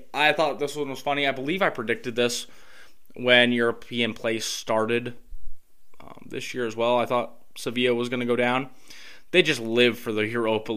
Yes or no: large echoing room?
no